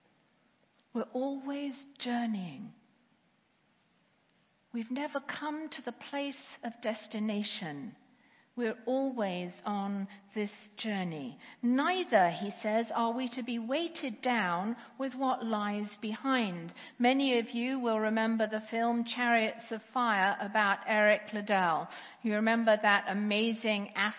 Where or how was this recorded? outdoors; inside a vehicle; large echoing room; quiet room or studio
large echoing room